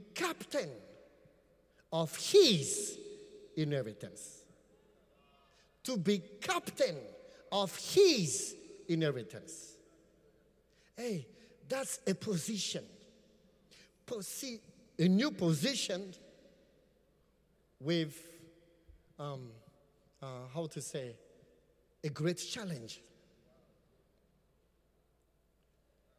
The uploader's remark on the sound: Preached at the Qodesh